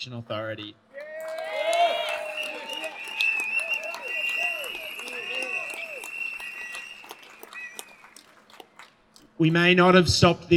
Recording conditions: outdoors